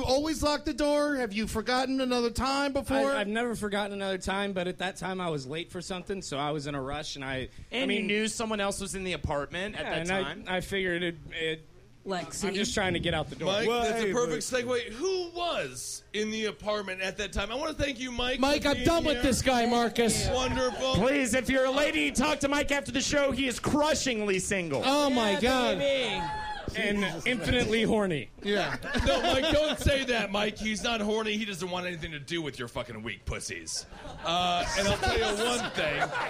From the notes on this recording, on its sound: live from the Creek and the Cave during the 1st Annual Cave Comedy Radio Sausage Party!